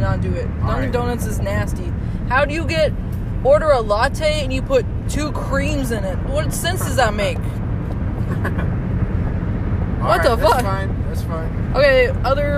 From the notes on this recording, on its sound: While recording this we were driving home from Pontiac,Michigan